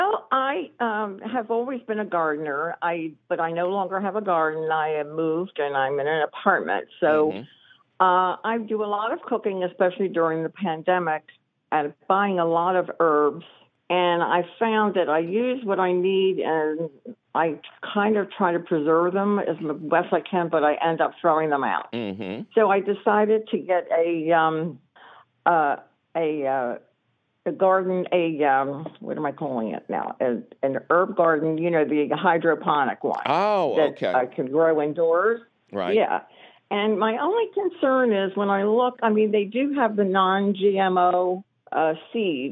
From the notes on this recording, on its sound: your fabulous phone calls!